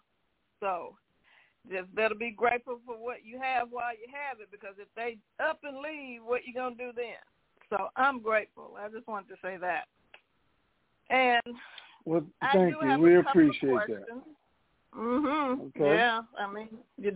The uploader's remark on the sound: TNTSuperfantastictic Conference Call